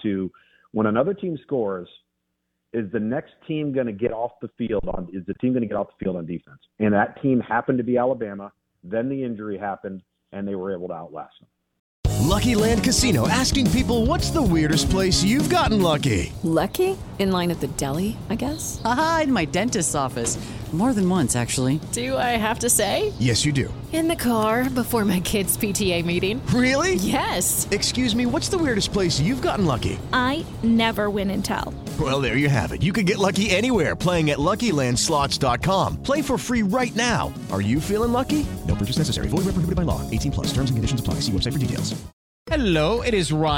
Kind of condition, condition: link, phone line